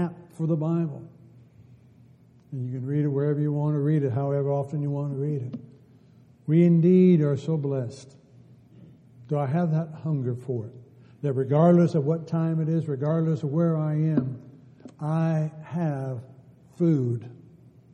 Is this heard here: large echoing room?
yes